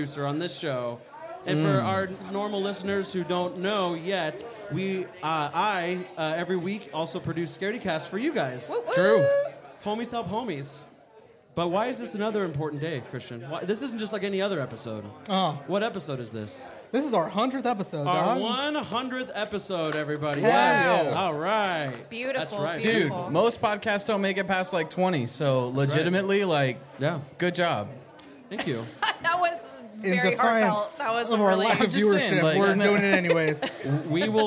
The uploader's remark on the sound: LIVE FROM SCARDEYCON!